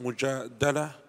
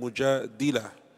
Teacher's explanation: it is pronounced Mujadala with a fatha on the dal, and mujadila with a kasra on the dal